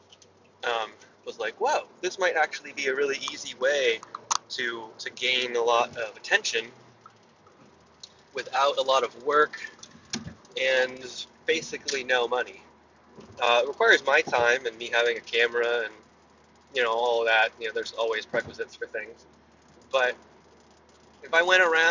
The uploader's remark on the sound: Car Ramble. I ramble while driving.